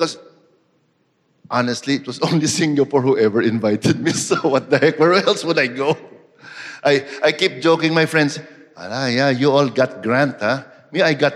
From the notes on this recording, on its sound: This conversation was recorded live. At National Gallery Singapore , as part of Art in Southeast Asia: In Transition.